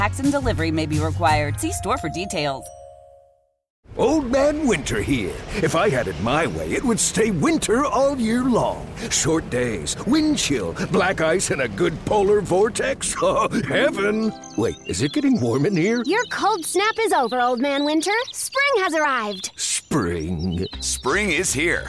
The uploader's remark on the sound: live from the NFL Combine